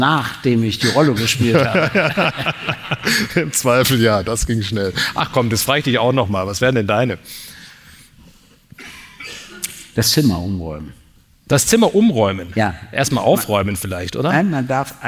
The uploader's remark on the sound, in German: Im Babylon Berlin. Ihr Publikum aufgerufen, Fragen zu stellen, welche sie live auf der Bühne beantworten.